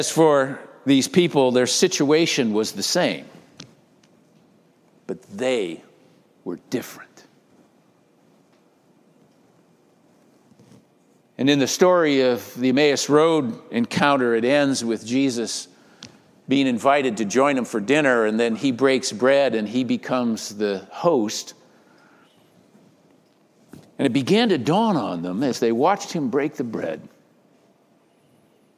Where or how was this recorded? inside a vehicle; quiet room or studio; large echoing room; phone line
large echoing room